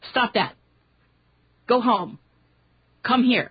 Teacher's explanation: So, sponde is two stressed syllables, and you have 1 foot of a sponde.